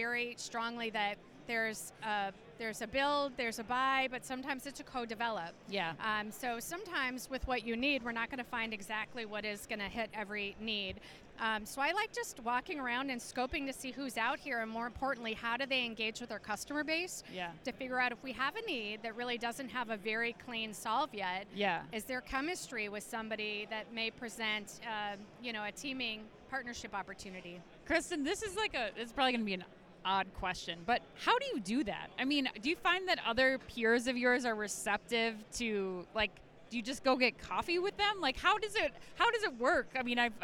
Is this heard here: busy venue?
yes